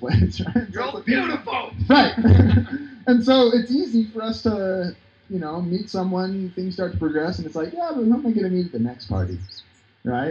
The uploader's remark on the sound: Live Outdoor